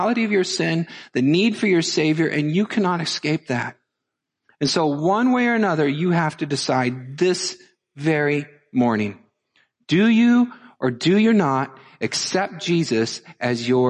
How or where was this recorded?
large echoing room